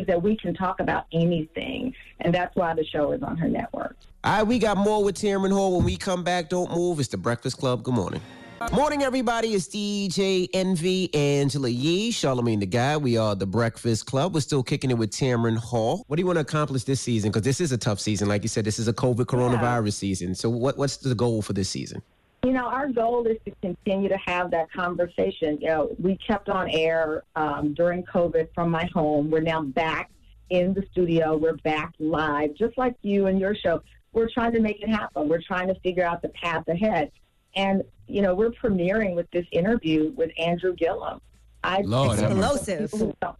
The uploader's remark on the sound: opened up the phone lines